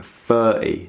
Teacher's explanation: So where, you know, proper pronunciation would be 30, the TH again with your tongue, 30, you're saying 30. So you're pronouncing an F sound rather than the TH sound.